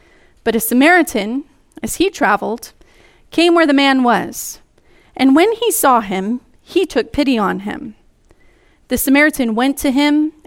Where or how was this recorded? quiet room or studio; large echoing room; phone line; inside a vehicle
large echoing room